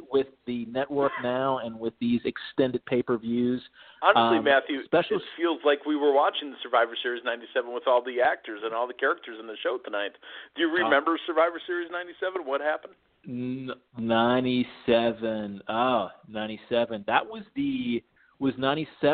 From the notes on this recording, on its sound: taking your LIVE phone calls